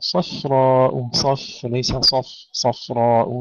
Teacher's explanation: ترقيق الفاء بين المفخمين الصاد والراء